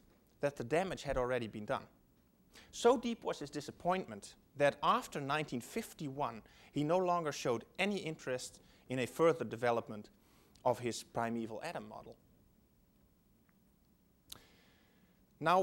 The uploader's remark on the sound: first lecturer for the Shulman Lectures at the Whitney Humanities Center